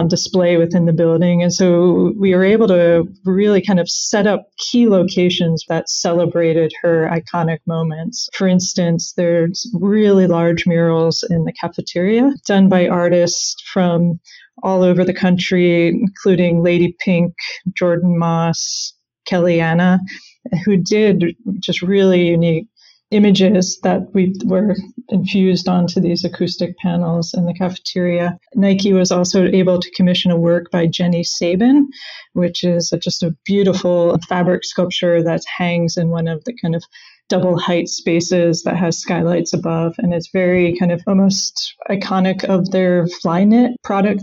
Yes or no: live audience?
no